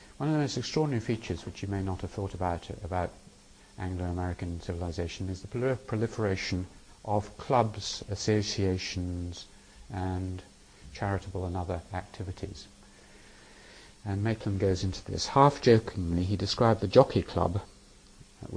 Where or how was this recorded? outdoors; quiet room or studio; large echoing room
large echoing room